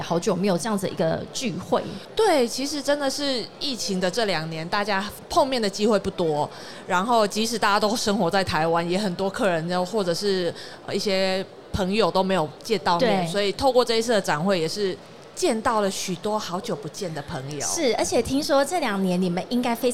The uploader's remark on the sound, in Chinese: 2022 Taipei Cycle台北國際自行車展-Live Podcast